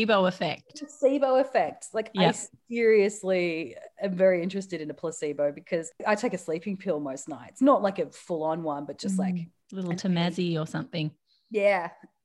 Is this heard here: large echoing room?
no